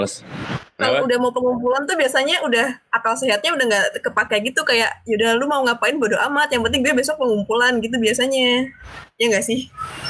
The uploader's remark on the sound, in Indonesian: Proses rekaman dilakukan jarak jauh melalui platform Google Meet.